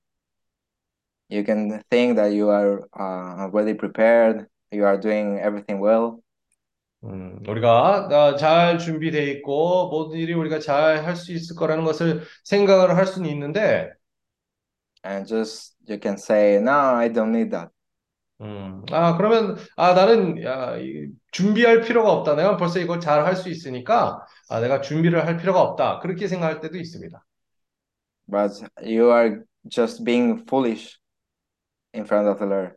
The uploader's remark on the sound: zoom meeting